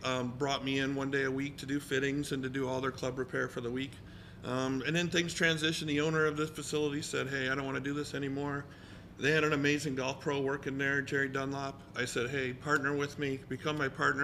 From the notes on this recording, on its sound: Live from Robo Golf Pro in Las Vegas